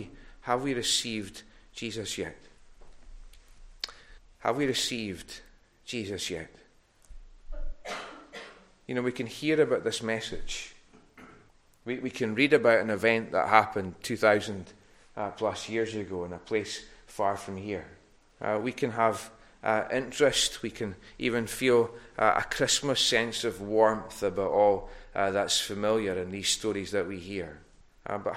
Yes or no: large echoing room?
yes